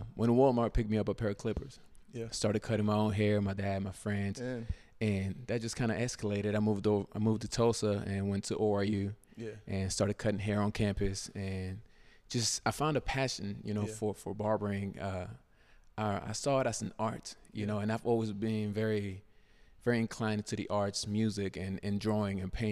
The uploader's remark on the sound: Recorded at Tulsa's very own Black Label Men's Grooming